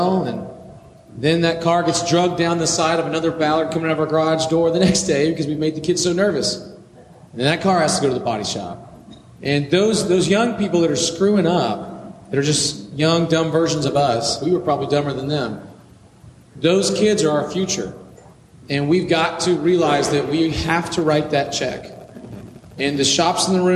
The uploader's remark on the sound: This power panel from Vision KC 2019.